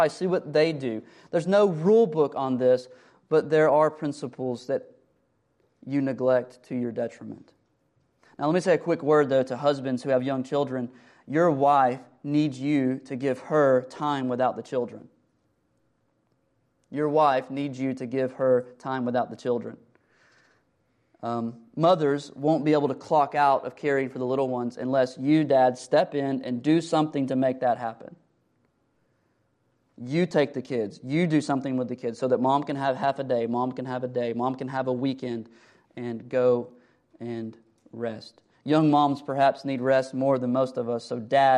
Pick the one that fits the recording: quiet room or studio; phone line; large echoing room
large echoing room